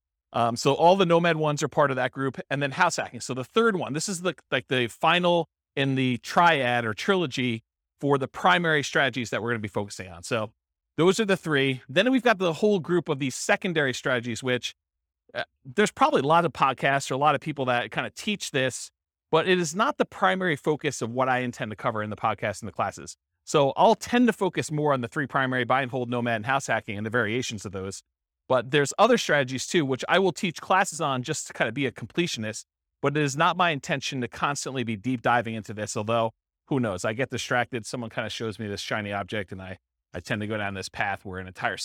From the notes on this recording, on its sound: This was a live class recorded